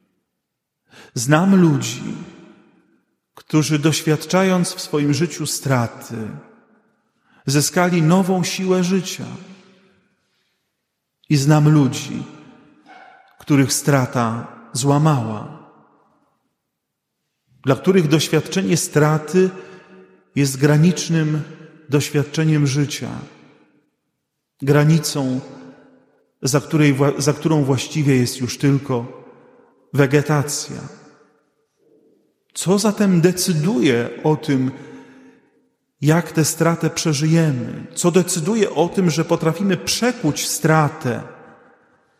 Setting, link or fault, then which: setting, large echoing room